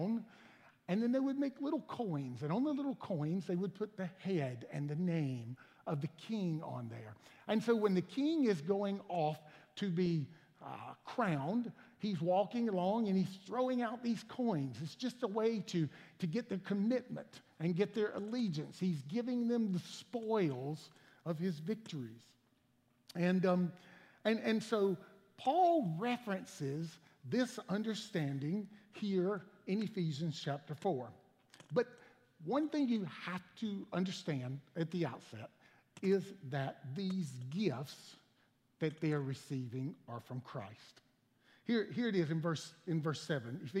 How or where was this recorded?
large echoing room